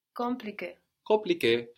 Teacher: the con with an N and the con with an M end up sounding the same